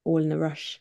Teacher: there's no plosives, which means there's nothing that stops the air